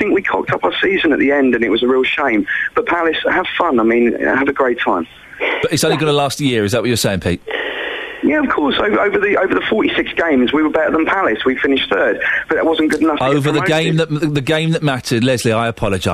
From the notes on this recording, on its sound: the big phone-in